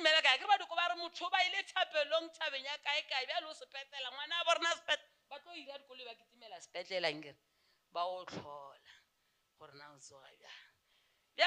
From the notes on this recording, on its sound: Visited our church as a guest speaker. During the Faith Heritage Convention. Preached this sermon during our Sunday service.